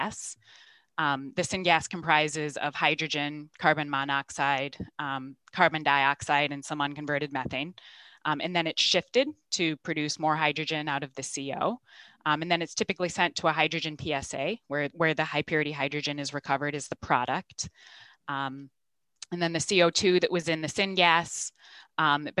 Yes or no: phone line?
no